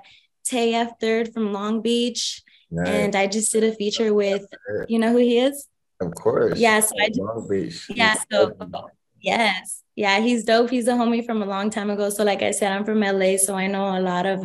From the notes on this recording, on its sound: Full zoom interview.